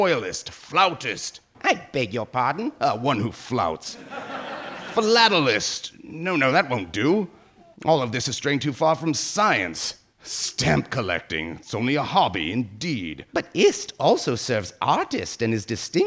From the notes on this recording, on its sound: We travel to the University of Notre Dame to celebrate the 150th anniversary of its College of Science with a show recorded in front of a live audience. Recorded at the Eck Center at the University of Notre Dame.